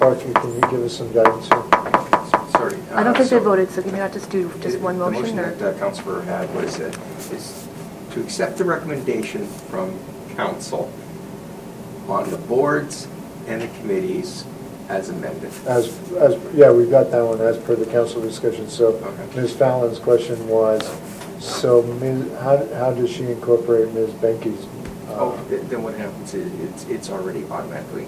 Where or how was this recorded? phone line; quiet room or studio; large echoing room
large echoing room